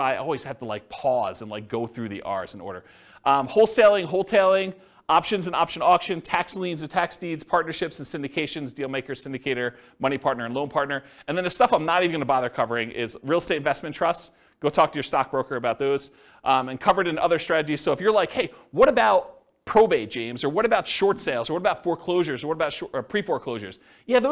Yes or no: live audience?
yes